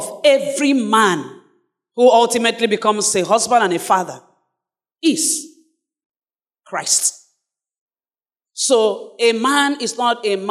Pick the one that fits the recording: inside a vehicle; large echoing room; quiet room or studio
large echoing room